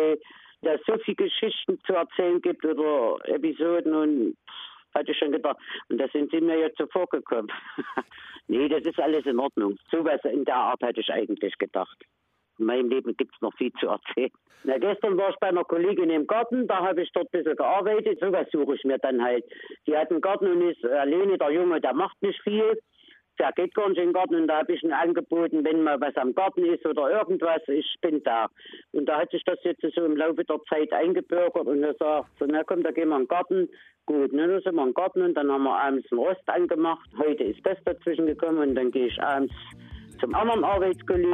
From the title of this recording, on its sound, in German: Porträt per Telefon